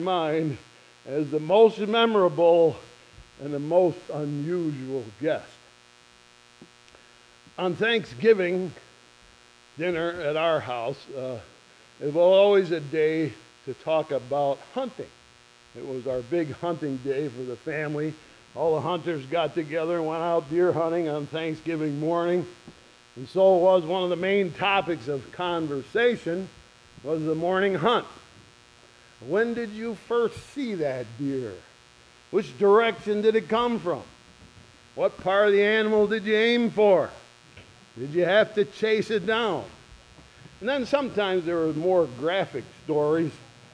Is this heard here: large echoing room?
yes